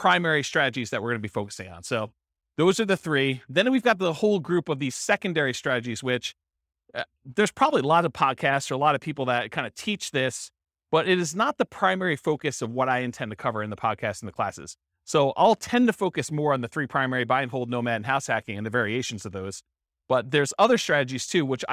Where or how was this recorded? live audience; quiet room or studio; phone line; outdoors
live audience